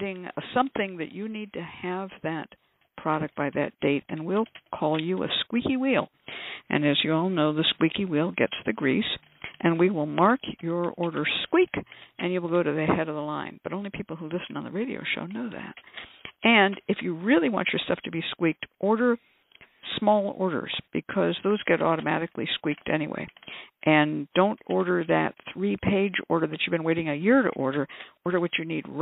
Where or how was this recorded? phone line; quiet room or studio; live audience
phone line